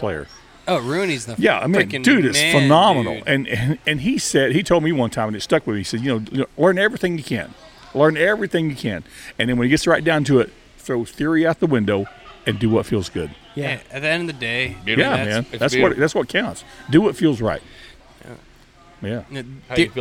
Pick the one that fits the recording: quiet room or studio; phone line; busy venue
busy venue